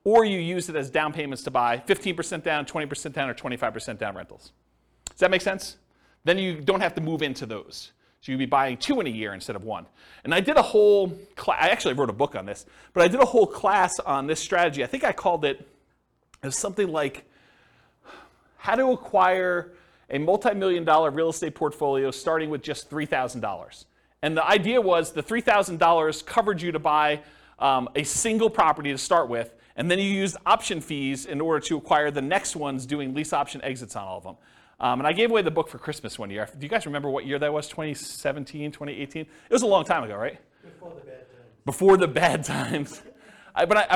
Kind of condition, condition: setting, live audience